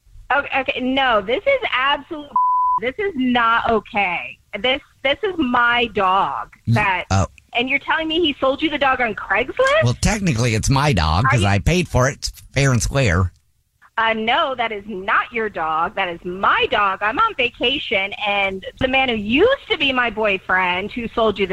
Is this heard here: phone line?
yes